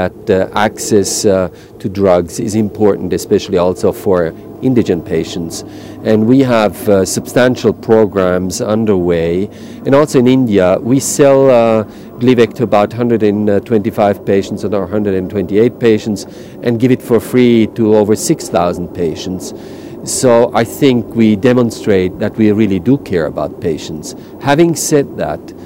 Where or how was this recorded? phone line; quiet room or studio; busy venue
busy venue